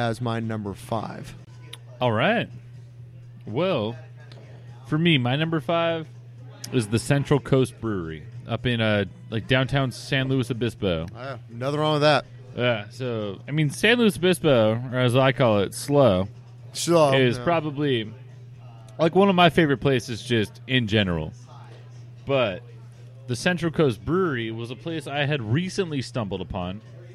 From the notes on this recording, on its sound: We go live for the first time at the Mission Oaks Cafe in Camarillo, CA